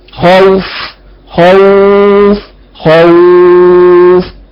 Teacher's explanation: وإذا وقف على خوف يقف ككل القراء بالقصر والتوسط والإشباع